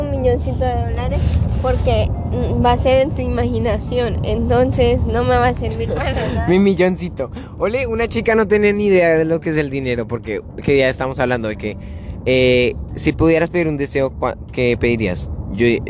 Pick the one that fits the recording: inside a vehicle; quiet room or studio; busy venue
inside a vehicle